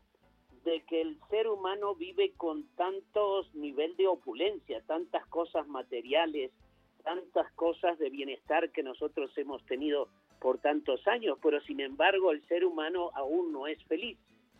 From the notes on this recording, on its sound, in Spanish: Atendemos puntualmente las necesidades del público con teléfonos abiertos y nuestras redes sociales, creando así una completísima revista radiofónica en vivo.